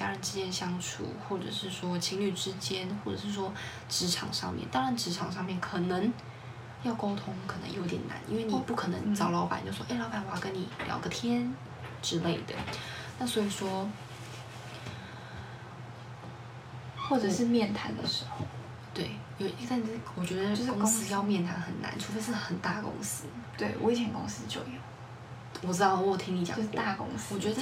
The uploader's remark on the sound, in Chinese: 這集聲音有點小聲